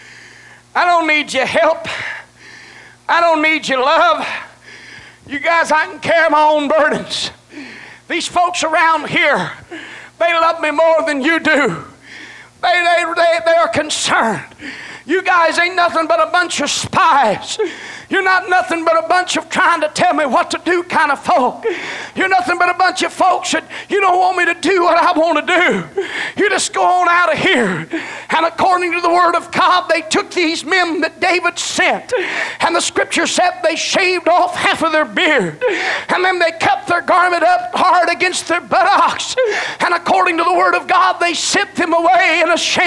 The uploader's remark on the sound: delivered at First Apostolic Church in North Vernon, Indiana